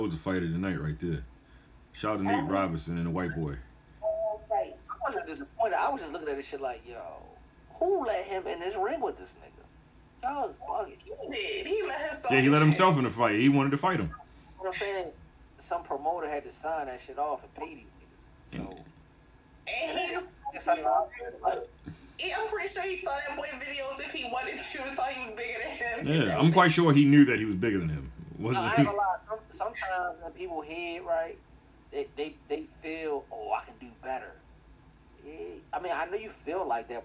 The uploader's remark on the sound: This week, we recorded remotely and it shows. Pardon the product.